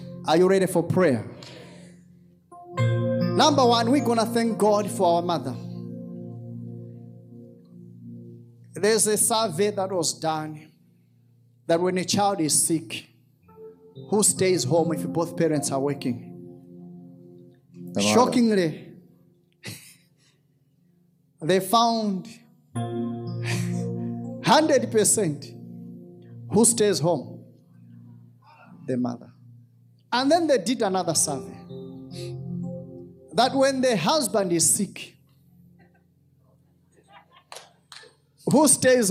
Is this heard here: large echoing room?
yes